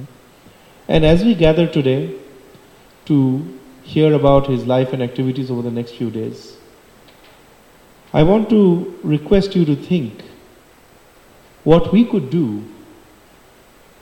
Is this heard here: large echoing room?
yes